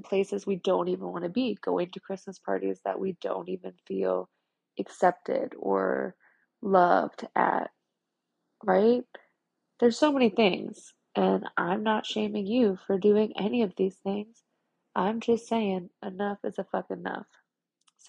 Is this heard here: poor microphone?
yes